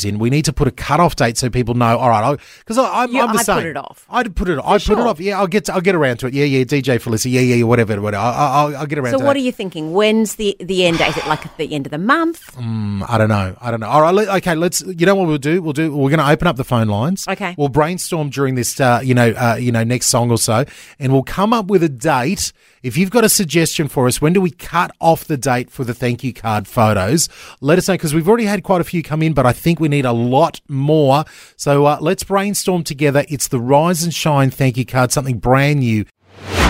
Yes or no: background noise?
no